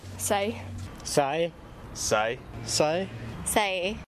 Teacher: listen for this sound to change from a very open a sound to a very mouth closed sort of oi, oi. Okay.